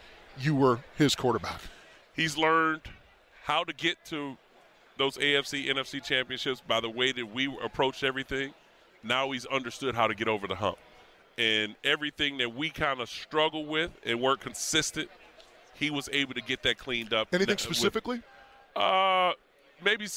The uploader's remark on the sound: from Super Bowl 58 in Las Vegas - Day 3